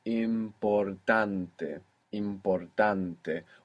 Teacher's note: Where is the stress there? In the second last.